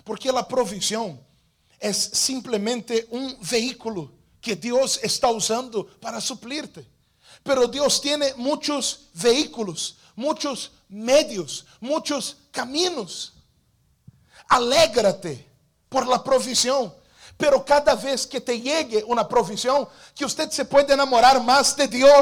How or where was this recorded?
large echoing room